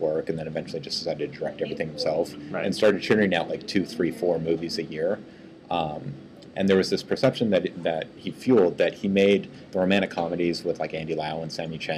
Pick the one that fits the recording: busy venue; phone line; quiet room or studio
busy venue